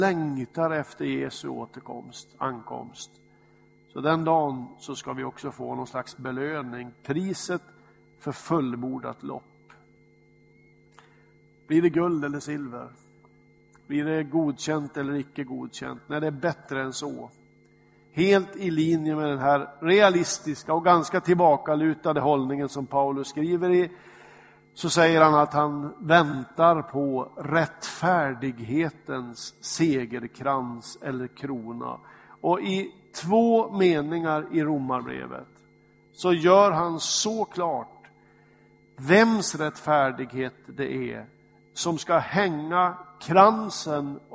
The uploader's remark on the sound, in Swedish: Inspelad i Smyrnakyrkan, Göteborg.